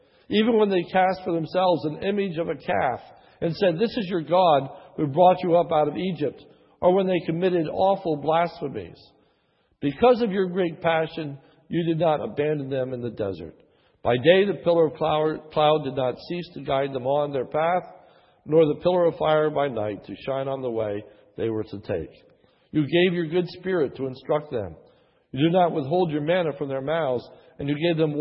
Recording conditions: large echoing room